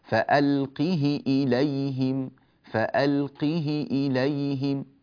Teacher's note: قوله تعالى: فألقه إليهم في سورة النمل، قرأه بكسر الهاء من غير صلة هكذا: فألقه إليهم، فألقه إليهم، جيد، من غير صلة كذلك، فألقه إليهم وليس فألقه إليهم.